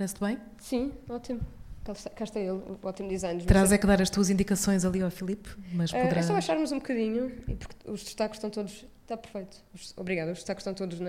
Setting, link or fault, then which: setting, live audience